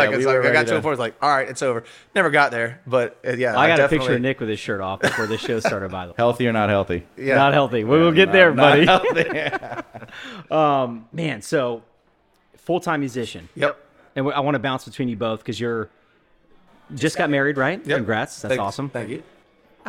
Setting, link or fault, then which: setting, busy venue